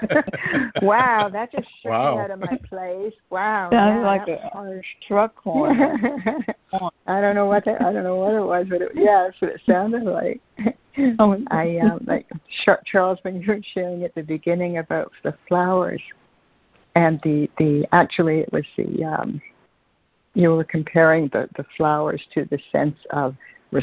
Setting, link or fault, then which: link, phone line